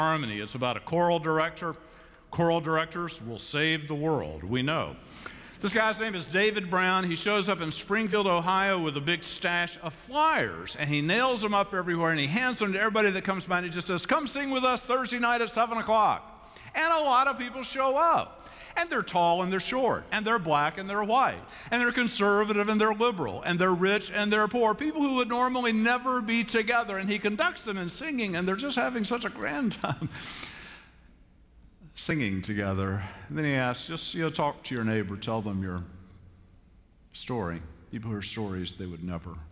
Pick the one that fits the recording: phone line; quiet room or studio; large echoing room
large echoing room